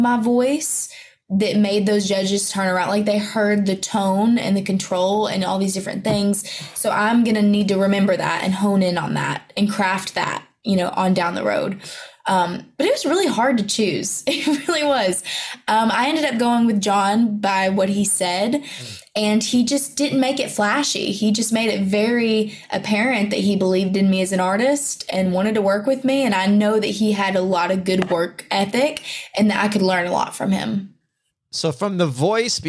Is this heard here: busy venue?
no